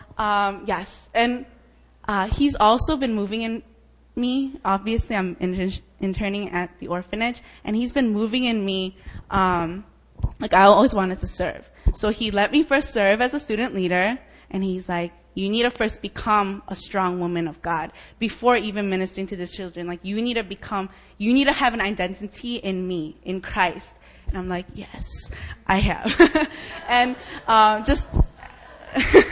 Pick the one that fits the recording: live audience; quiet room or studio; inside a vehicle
live audience